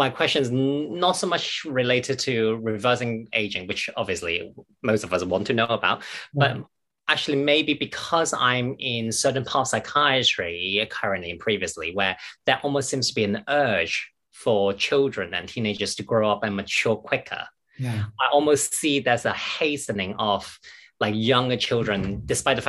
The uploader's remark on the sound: The webinar was recorded in July 2022.